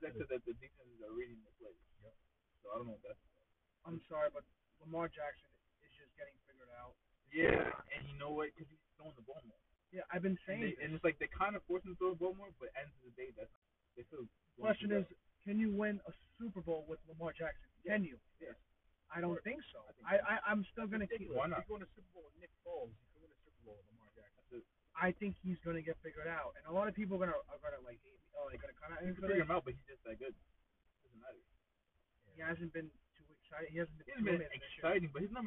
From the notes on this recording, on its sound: Please excuse us for the audio we had an issue with the microphone and we advise you to turn up the volume when listening.